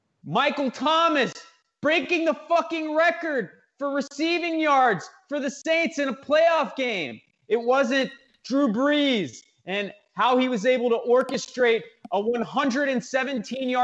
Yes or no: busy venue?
no